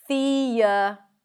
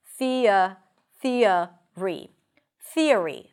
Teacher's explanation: you get an intrusive sound between those sounds. Listen, thea, it's a y sound.